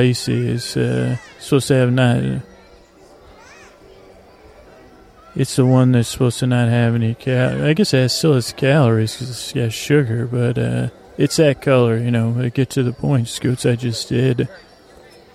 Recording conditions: sounds in the background